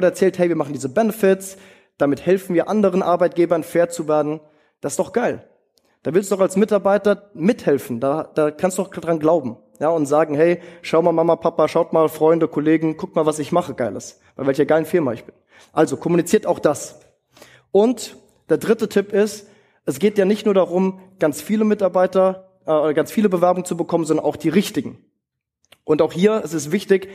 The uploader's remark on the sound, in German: in seinem Vortrag auf dem TOP Arbeitgeber Kongress in Hamburg